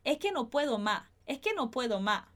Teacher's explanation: eles poderiam até não pronunciar esse S aí no final de mais